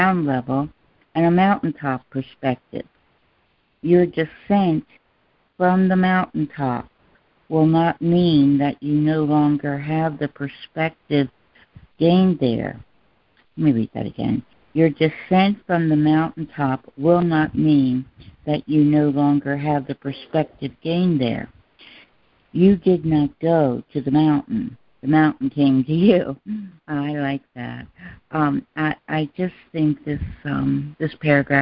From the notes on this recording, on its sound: A Course in Miracles [ACIM] Students are joining together on a Free Conference Call to study A Course of Love [ACOL].